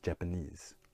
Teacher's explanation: the knees of Japanese has the stress · Term: word stress